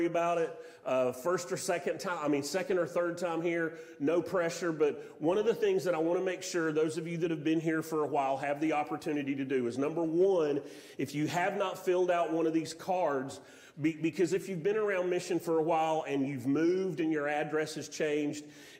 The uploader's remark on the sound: Sermon audio from Mission Church in Locust, NC.